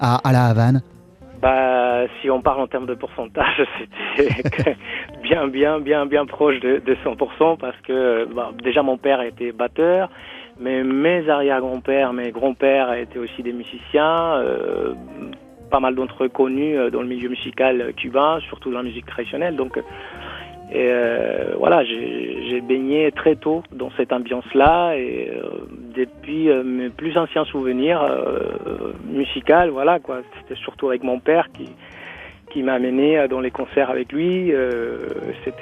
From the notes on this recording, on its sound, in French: On en parle avec lui par téléphone.